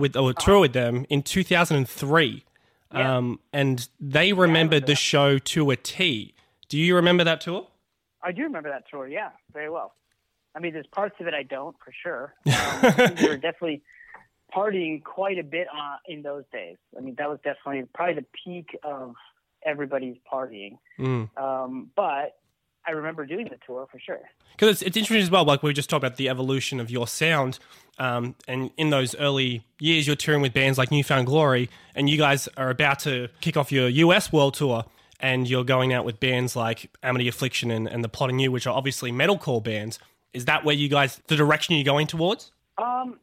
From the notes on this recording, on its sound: joins 'The Green Room' podcast on the phone in LA